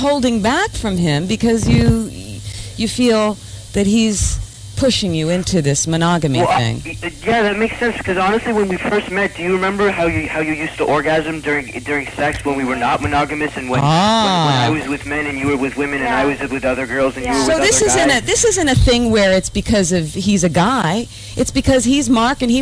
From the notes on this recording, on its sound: This is a caller on my Saturday night live show.